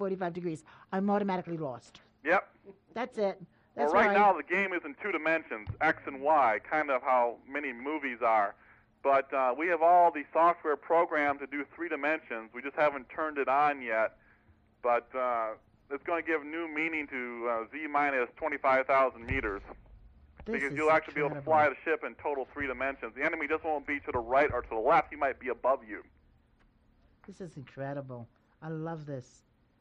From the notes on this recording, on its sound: Surprise phone guest